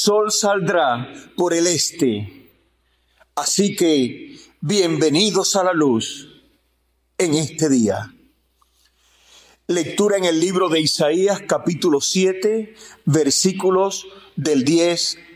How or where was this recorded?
large echoing room